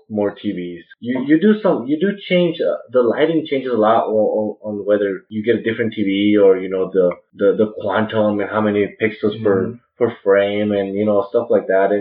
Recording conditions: poor sound quality